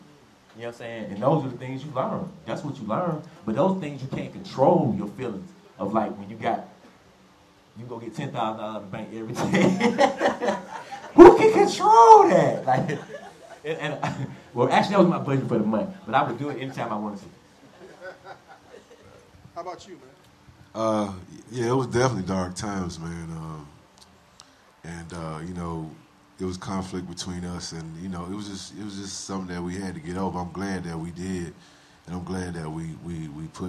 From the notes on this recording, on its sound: we take our talents down to Atlanta for a live show